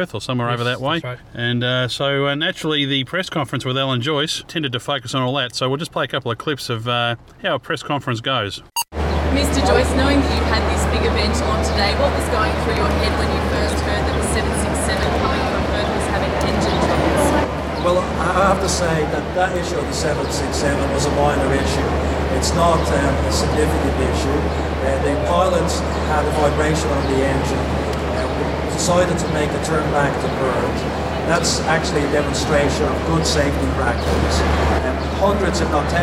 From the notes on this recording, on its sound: The boys are recording from inside the PCDU-mobile on a wet, cold and miserable day after attending the Qantas 90th birthday celebrations in Melbourne.